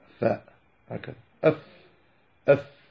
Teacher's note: الفاء تأتي بالثنايا هذه العليا، تضرب في الشفة من الداخل، إذا أغلقت فمك فهذا باطن الشفة، فهذه الثنايا عندما تلمس باطن الشفة فإنك تنطق الفاء